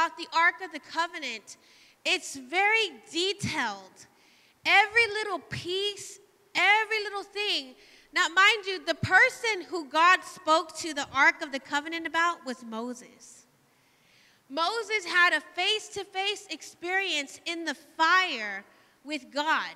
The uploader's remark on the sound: Live from The Emerging Streams Apostolic Center in Stryker, Ohio